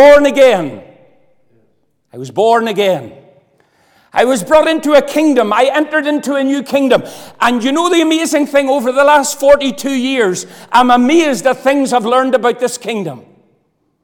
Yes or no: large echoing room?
yes